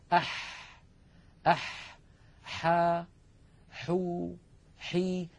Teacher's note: الحاء أيضا يا إخوة من وسط الحلق. أح أح حا حو حي، لاحظوا البحة الموجودة في الحاء الفصيحة.